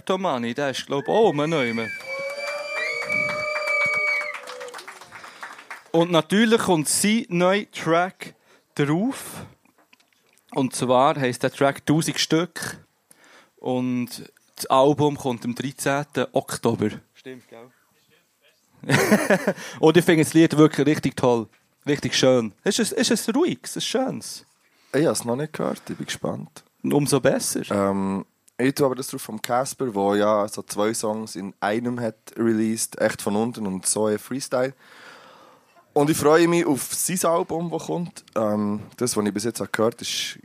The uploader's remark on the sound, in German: Wir waren live in der Mahogany Hall und es war wunderbar.